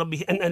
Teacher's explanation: يسموها مد الصلة مقدار مد طبيعي، لأن هاء الضمير وقعت بين متحركين، الحركة الأولى هي كسرة الباء، والحركة الثانية هي فتحة الهمزة.